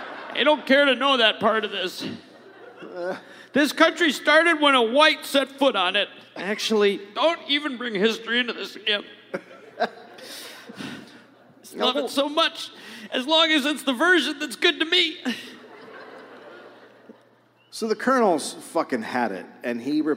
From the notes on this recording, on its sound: Recorded live in Madison.